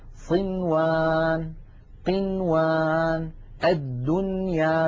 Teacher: بل نقول صنوان قنوان الدنيا بنون مظهرة لا زيادة للغنة فيها